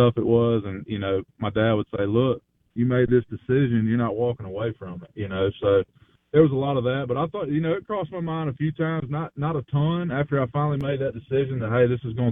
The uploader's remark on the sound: On Farm Bureau guest line. Live in the BankPlus Studio.